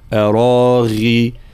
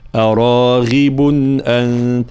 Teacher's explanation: حرف الغين صفة الجهر، لابد من سماع صوت الغين · Shown in: second take · فلا نقول أراغب أراغب، لا أراغي أراغب أنت، هكذا فالانتباه.